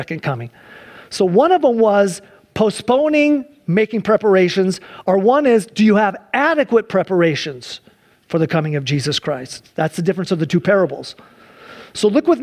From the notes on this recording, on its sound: Sunday church service livestream